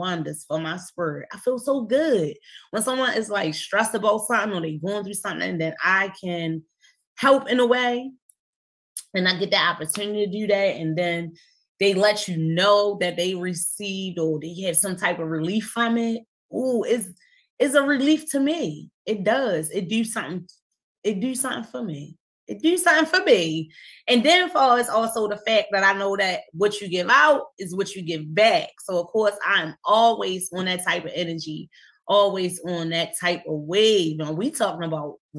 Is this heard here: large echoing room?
no